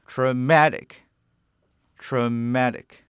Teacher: in traumatic, the stress should be put on the second syllable, ma. So it should be traumatic instead of traumatic.